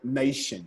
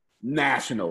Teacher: Did you see what happened to the long A? It became a short A.